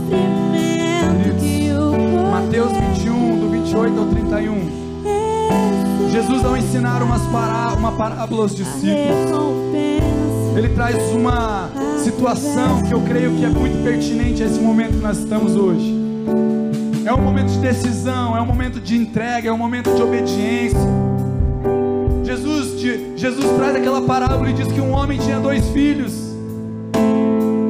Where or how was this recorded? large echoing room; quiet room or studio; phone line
large echoing room